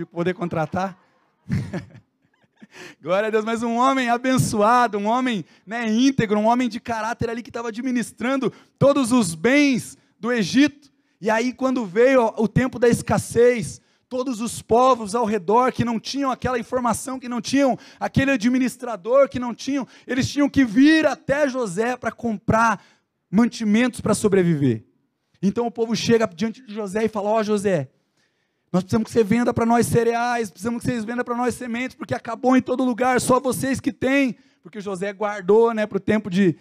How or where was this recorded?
large echoing room